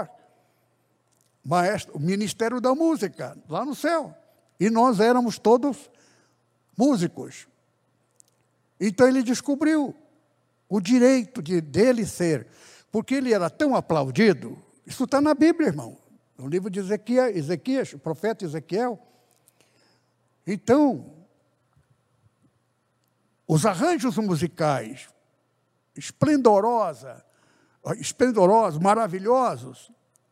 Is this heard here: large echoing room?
yes